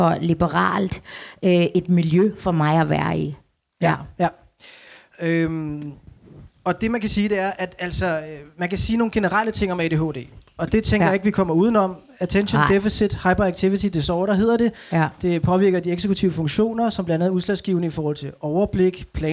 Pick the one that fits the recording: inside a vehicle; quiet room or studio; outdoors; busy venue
busy venue